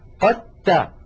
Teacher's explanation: كذلك قوله تعالى قد تبين، التقت هنا الدال والتاء وهما من المخرج نفسه، فنحول الدال إلى تاء ثم ندغم التاء في التاء، فيصير النطق بتاء مشددة ولا يبقى للدال أثر